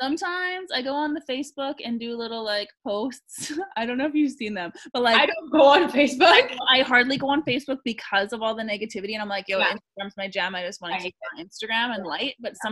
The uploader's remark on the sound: Two Projectors Jump On A Zoom Call